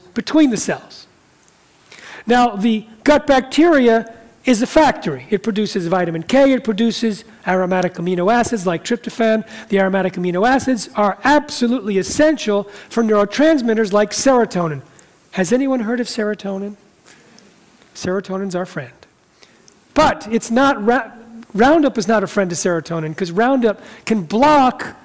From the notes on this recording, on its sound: talks in front of a live audience